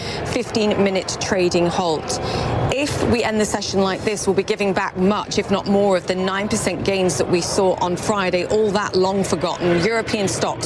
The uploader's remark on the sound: live from the New York Stock Exchange